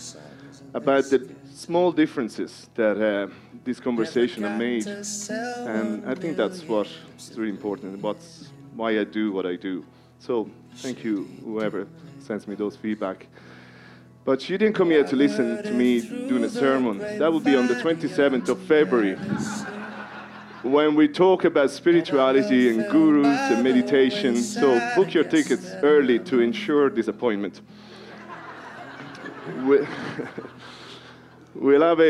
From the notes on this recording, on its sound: This part one of a live podcast recorded in the (Whale Theatre) in January 2020.